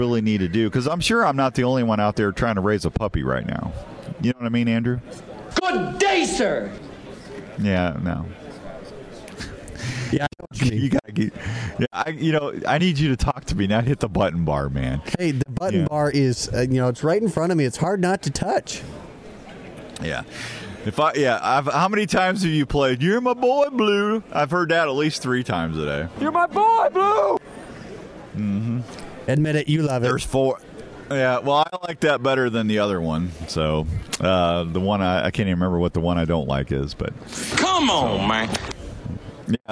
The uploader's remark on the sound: Live from the Iowa Deer Classic.